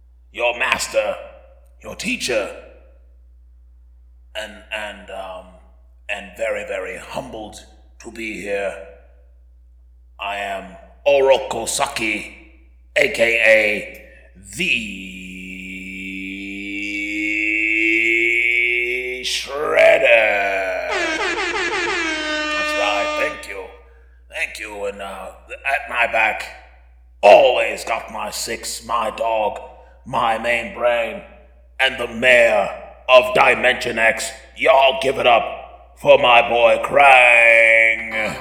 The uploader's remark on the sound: Audio's got a lot of reverb due to the giant cavernous hall we were